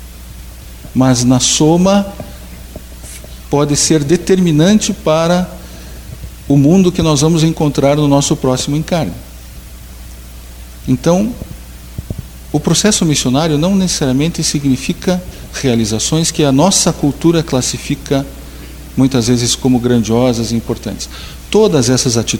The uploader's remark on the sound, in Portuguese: Palestra ao Público